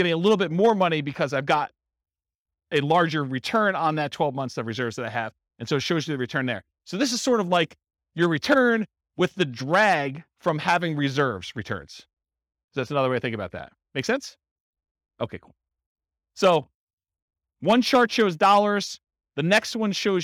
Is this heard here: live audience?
yes